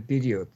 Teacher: Другое дело, что произнести период с гласным «о» полного образования мы в принципе не можем, потому что это «о» оказывается в позиции сразу после ударения, причем в закрытом слоге. Это одна из самых слабых позиций для гласного. А если учесть, что «о» – это огубленный гласный, без специфической работы губ мы не можем произнести «о».